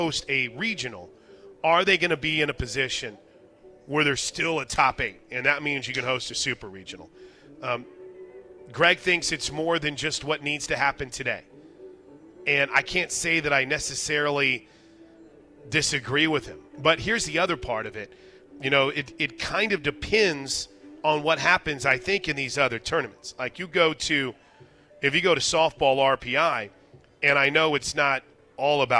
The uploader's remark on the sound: live from the Big 12 Softball Tournament!